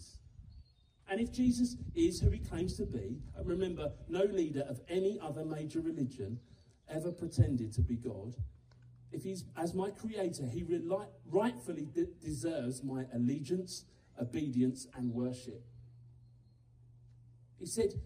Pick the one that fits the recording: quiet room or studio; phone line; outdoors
outdoors